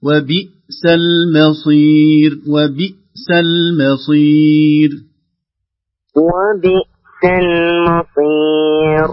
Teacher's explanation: الهمزة في بئس ليس فيها قلقلة، هي فقط فيها أن تتعلى الصوت هكذا من شدتها، نقول وبئس المصير وبئس المصير وبئس المصير.